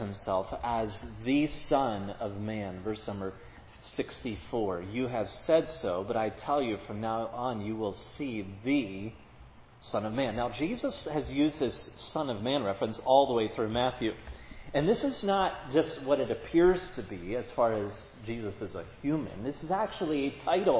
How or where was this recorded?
large echoing room